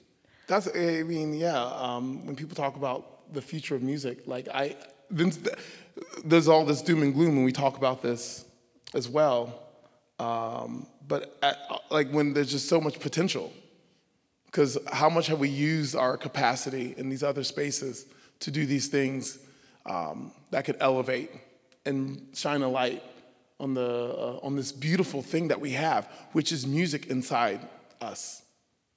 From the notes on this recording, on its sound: Live from the National Orchestral Institute. First show on the road in front of a live audience! Gildenhorn stage at The Clarice at the University of Maryland.